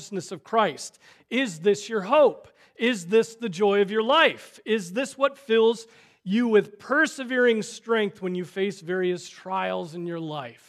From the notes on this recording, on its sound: Preached on August 20, 2023 at Trinity Presbyterian Church